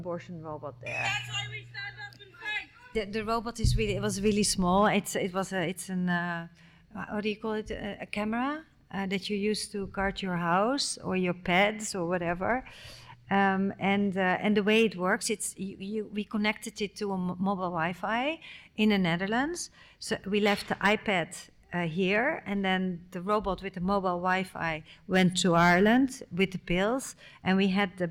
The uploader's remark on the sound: This is a live recording of a talk. At the Rietveld Academie in November 2023.